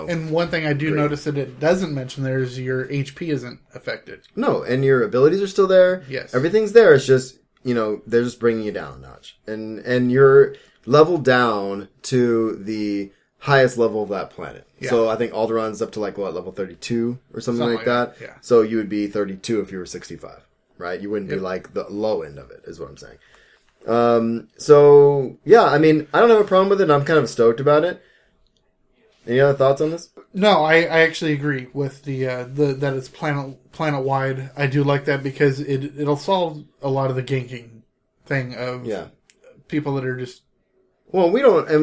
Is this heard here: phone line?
no